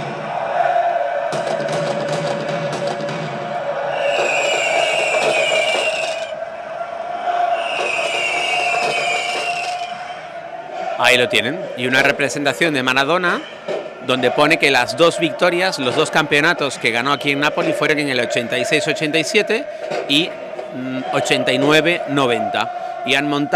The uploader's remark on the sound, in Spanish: me acompañen en vivo durante un paseo por la calle de los percebes de Nápoles